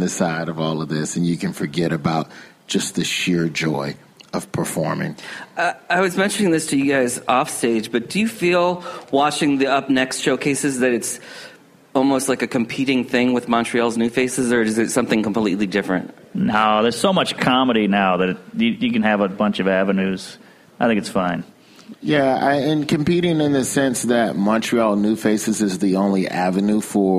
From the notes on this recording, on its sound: Recorded live during Clusterfest 2018 in San Francisco. Comedy Central was kind enough to ask me to host a series of Clusterfest panels for the media that they called fireside chats.